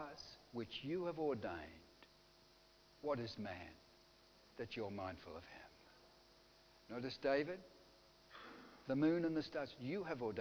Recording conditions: large echoing room